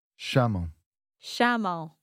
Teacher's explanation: very similar to se chama in the singular, but a bit more of a nasal ending to the verb